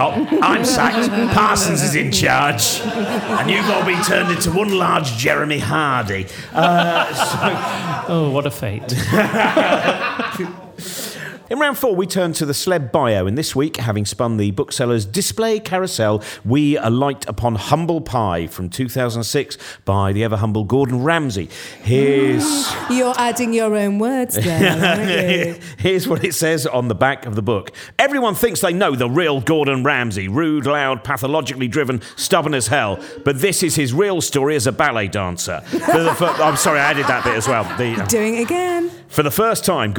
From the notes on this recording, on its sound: Hosts this lovable game of literary fakery from Brighton's Marlborough Theatre.